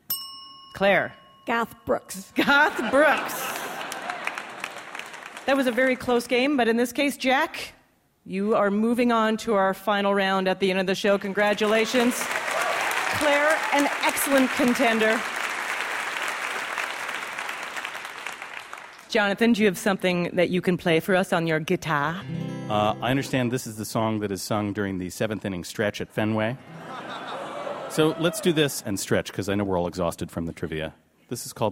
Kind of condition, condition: setting, live audience